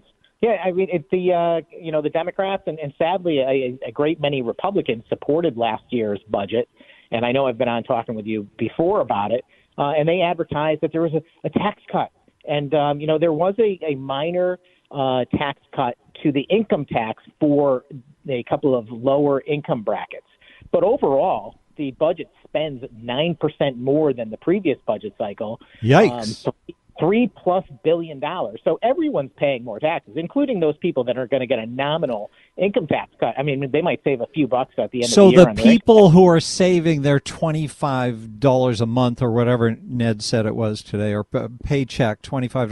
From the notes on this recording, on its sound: take phone calls